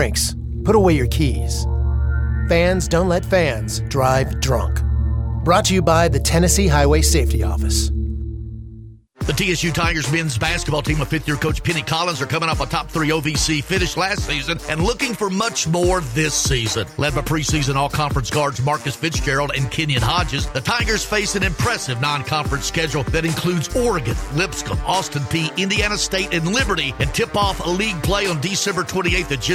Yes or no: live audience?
no